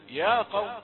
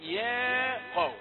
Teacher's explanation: يا رقيقة ثم القاف مفخمة · Shown in: second take